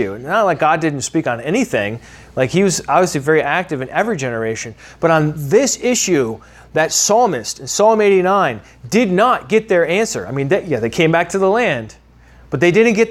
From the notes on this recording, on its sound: originally taught at the Atlanta Bible College